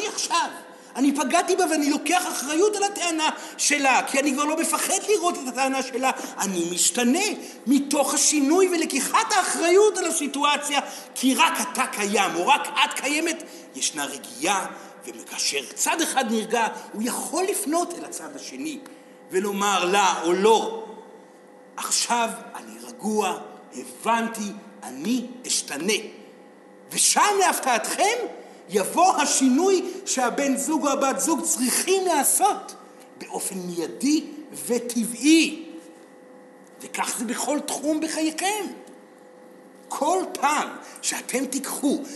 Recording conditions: live audience